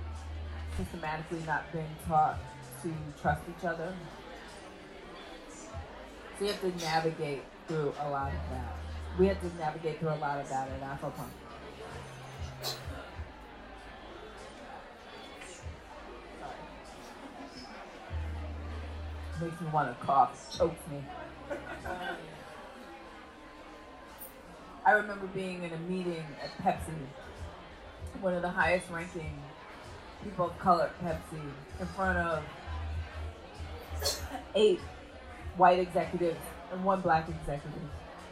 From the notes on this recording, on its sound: Please excuse any background noise as this is recorded live and we do our best.